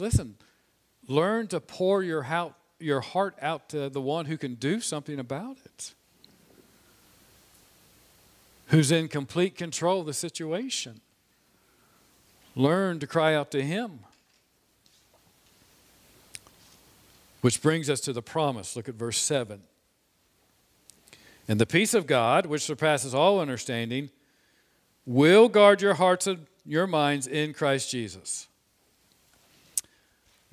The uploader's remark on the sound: This sermon was preached on Sunday, April 25, 2021 from the pulpit of Grace Community Church in Berea, KY.